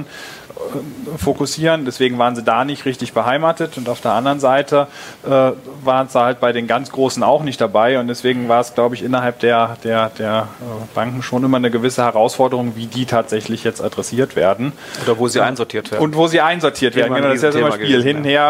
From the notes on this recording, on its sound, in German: Live von der BEX20